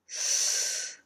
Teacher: It's a softer sound than an apical S because the air has a broader area to flow through. · Term: laminal S